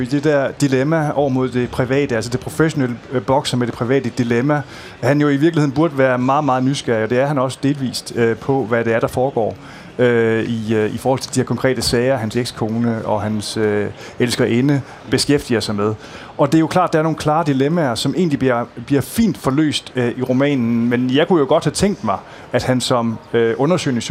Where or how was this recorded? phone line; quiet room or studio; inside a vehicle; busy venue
busy venue